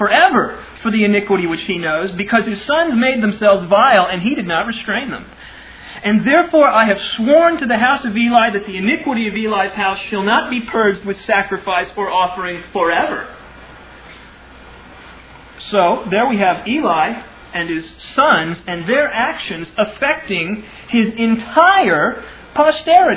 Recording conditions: large echoing room